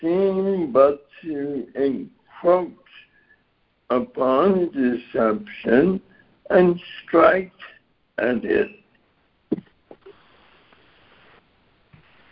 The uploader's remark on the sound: ACIM Daily Conference Call.